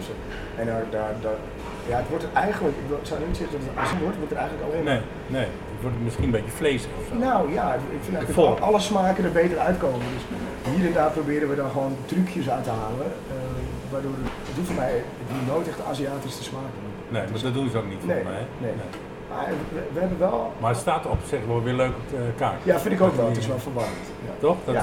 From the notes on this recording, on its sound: De geluidskwaliteit is niet wat t wezen moet: mijn amateurisme.